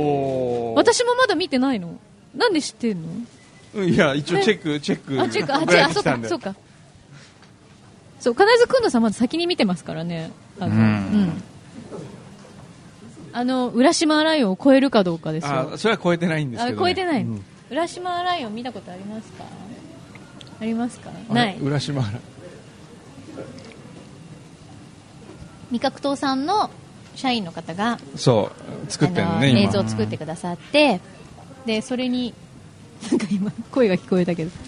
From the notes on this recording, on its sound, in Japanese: HUMOR MARKET by A-net MARK IS みなとみらい店 ！スタジオを飛び出し公開収録を行いました。